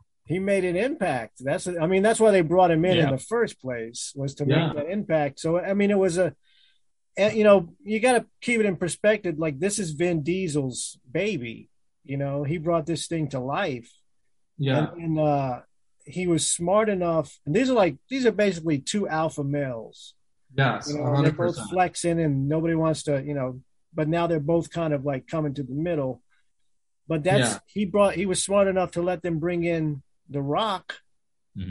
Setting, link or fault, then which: link, video call